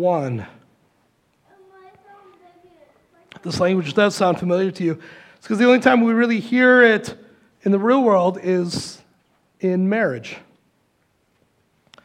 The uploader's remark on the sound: Recorded live at Word of Life Church in Le Sueur, Minnesota, on February 4, 2024. Powered by Restream.